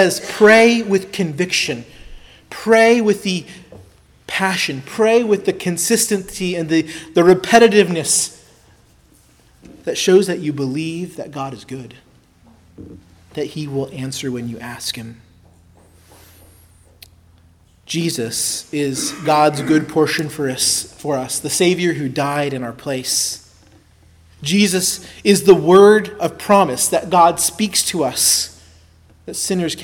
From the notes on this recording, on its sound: preached at Christ Our Savior Baptist Church